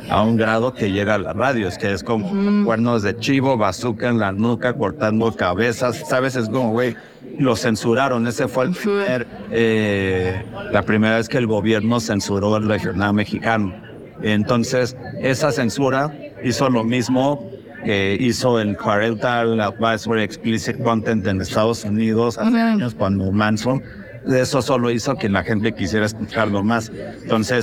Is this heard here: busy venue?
yes